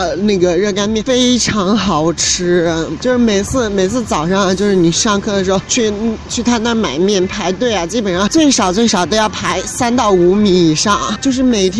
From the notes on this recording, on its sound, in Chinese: 录制在城市的车水马龙让你近距离感受武汉的气息。